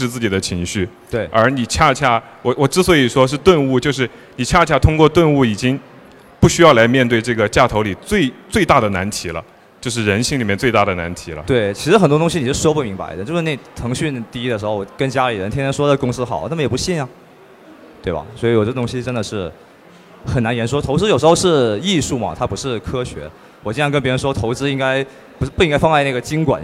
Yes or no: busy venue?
yes